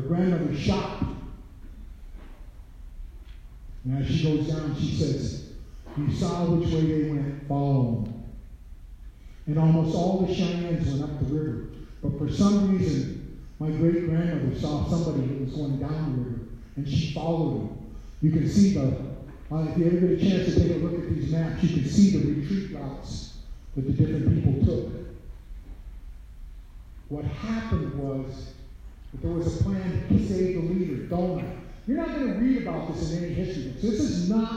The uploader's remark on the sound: Recorded at North HS, lecture for all 10th grade students.